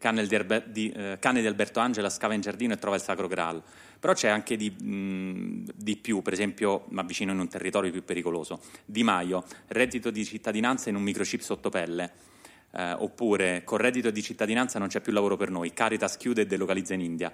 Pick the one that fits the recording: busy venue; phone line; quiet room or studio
busy venue